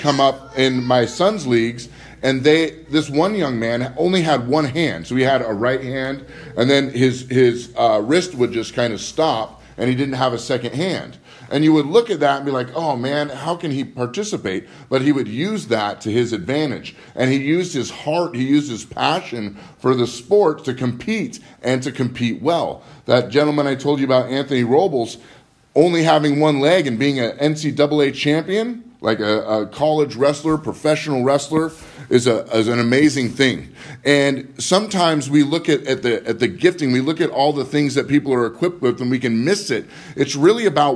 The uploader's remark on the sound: Live from Living Word